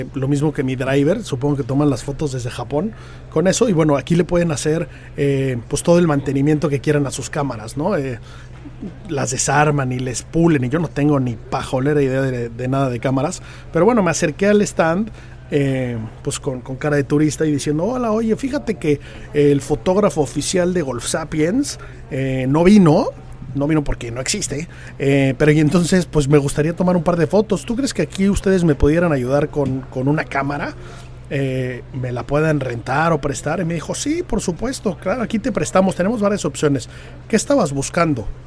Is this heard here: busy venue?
yes